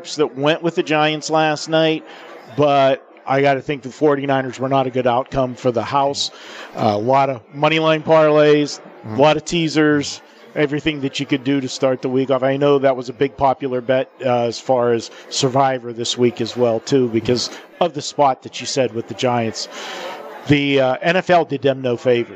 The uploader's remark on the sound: Live from the Super Book at the Westgate Las Vegas